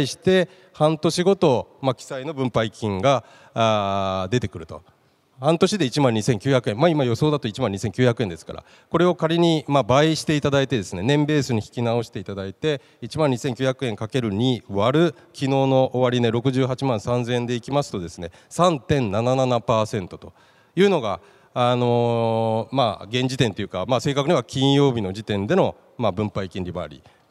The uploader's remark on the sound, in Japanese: 2月24日に東京証券取引所で開催した「J-REITファン2018」に登壇した「ケネディクス･オフィス投資法人」のIRセミナーをダイジェスト版でお送りします。